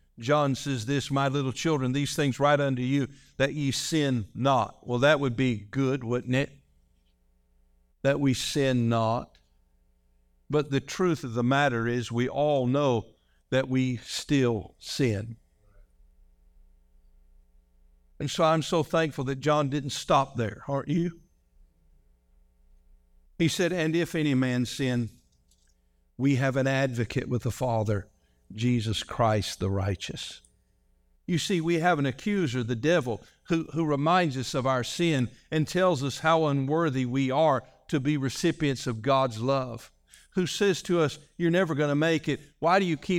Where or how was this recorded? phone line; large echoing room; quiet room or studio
large echoing room